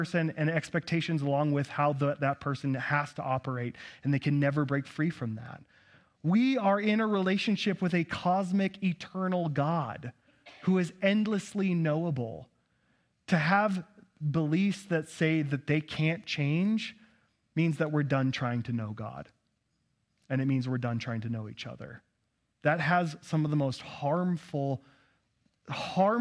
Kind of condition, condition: setting, large echoing room